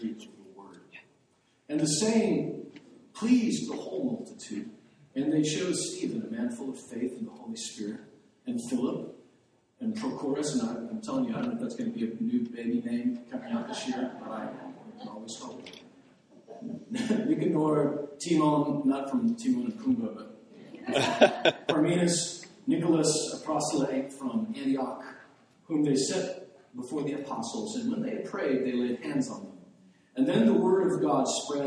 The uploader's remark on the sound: The audio on this wasn't recorded properly